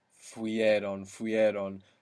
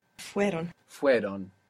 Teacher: So the I, the E sound, falls away. · Shown in: second take